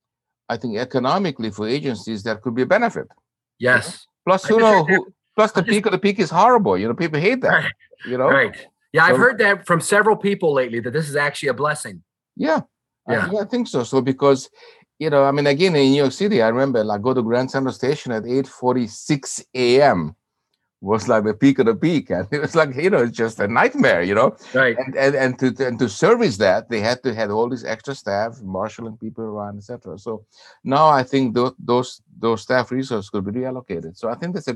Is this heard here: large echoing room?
no